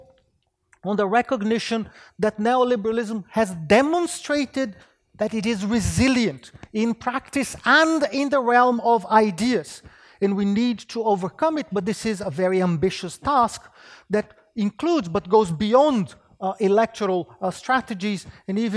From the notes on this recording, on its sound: Wheelwright Memorial Lecture, presented by the Department of Political Economy at University of Sydney